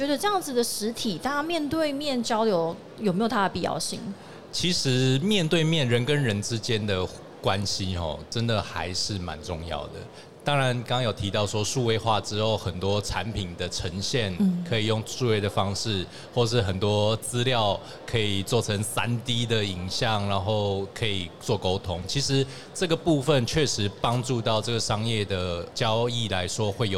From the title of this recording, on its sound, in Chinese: 2022 Taipei Cycle台北國際自行車展-Live Podcast